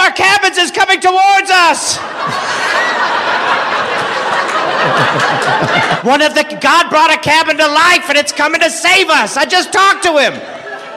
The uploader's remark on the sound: Live from Salt Lake City. Live from the Golden Spike Comedy Festival.